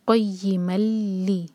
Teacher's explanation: نون کا sound silent ہو جائے گا، میم کو لام سے ڈائریکٹ جوڑیں گے. قیملی، اور لام کو ہولڈ نہیں کرنا ہے، اور پھر اس کو ایک حرکہ پڑھیں گے. · Term: سلائڈنگ تنوین